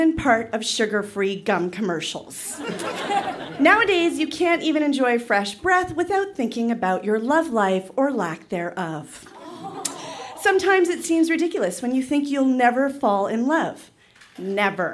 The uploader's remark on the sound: Recorded live at The Club in Banff, Alberta.